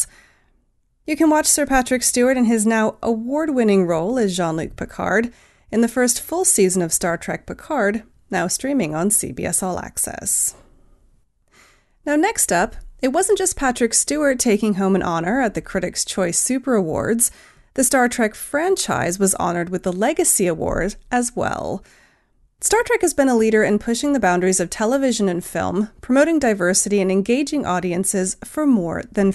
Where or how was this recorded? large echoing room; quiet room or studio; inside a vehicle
quiet room or studio